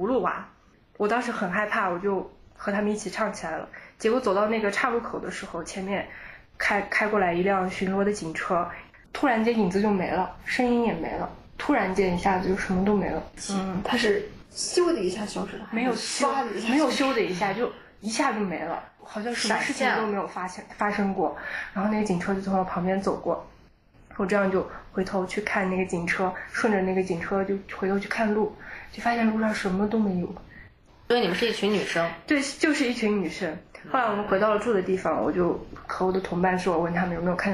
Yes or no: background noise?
yes